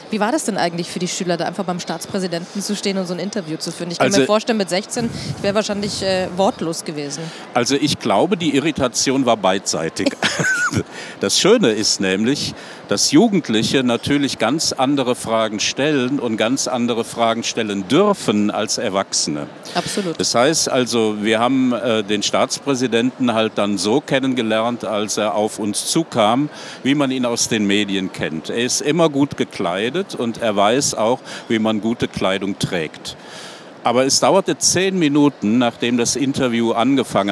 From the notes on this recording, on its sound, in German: Live auf der ITB 2023 fanden die Sport- und Kultur-Talks statt